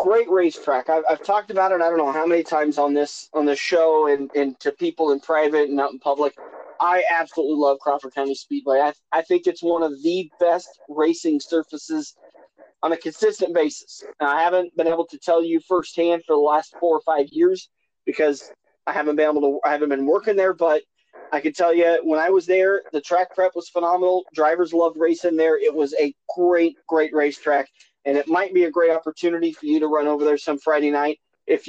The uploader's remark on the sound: sorry for the terrible audio